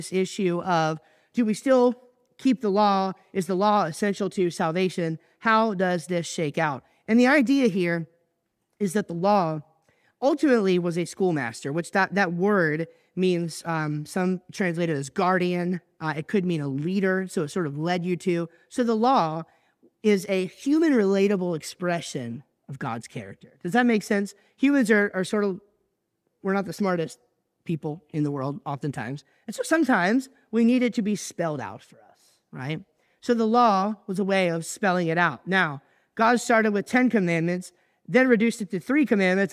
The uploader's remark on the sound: I recently preached at church